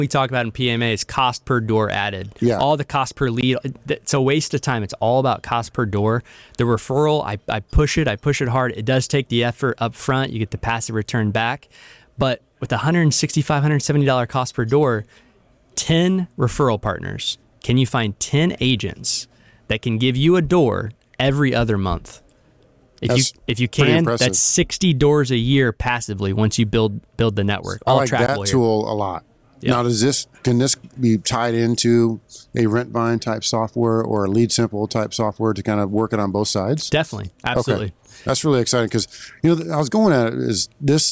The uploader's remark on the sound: Live at PMMCON 2023.